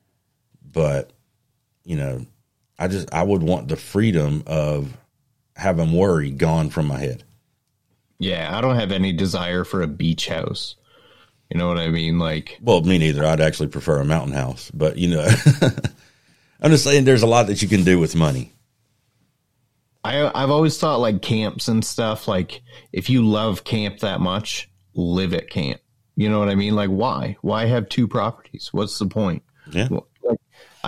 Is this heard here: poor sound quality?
no